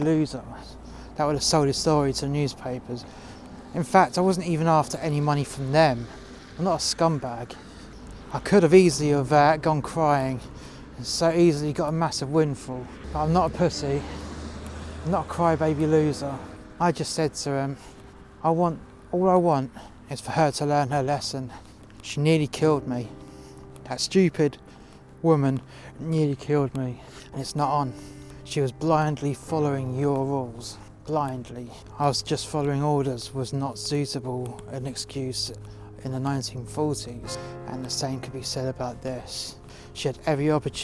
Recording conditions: outdoors